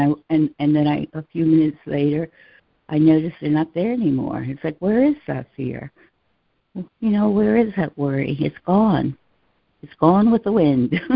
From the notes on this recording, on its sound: ACIM Daily Conference Call